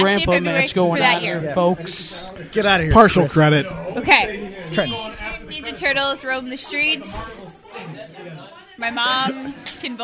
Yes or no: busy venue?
yes